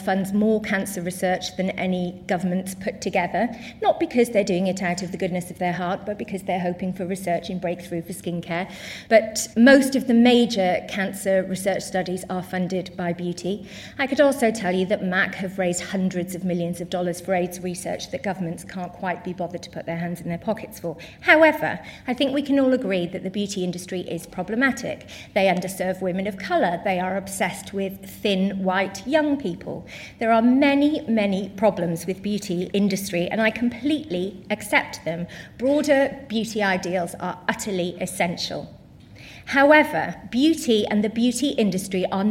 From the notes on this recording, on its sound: Recorded at 5x15 in Bristol in June 2017. There are only two rules - no scripts and only 15 minutes each.